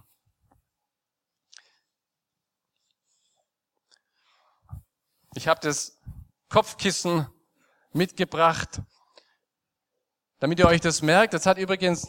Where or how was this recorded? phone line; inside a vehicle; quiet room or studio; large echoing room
large echoing room